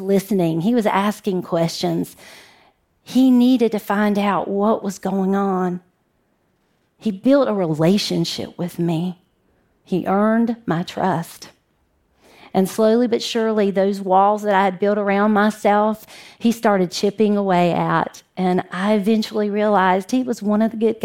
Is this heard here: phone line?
no